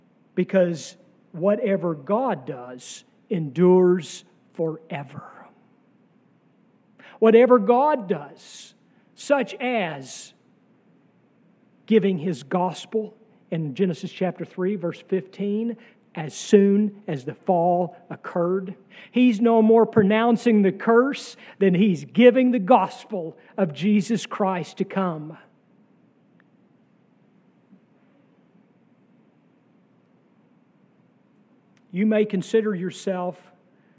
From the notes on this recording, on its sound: sermon from our worship service on June 18, 2023